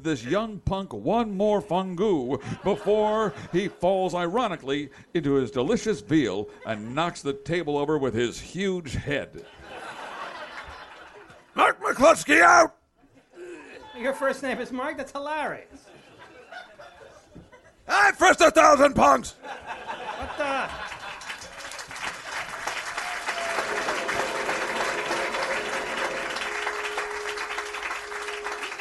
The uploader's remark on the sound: This is the full live recording of "The Year of the Godfather - Episode 3". Taped in front of a live audience at the Village Underground in the West Village.